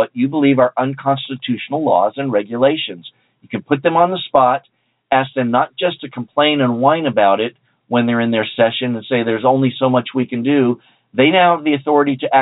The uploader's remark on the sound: We'll leave some time for phone calls, for your questions and comments.